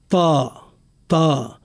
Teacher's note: حرف الطاء يجب أن نعطيه صوتا مفخما تفخيما ناشئا عن صفتي الاستعلاء والأطباق